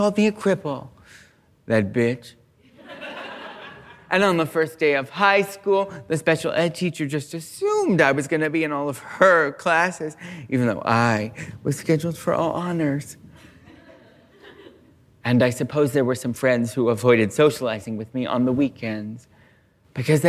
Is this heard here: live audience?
yes